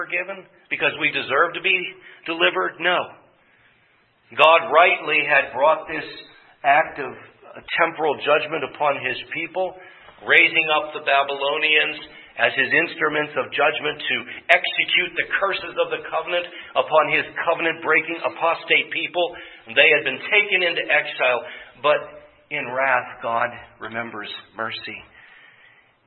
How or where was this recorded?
large echoing room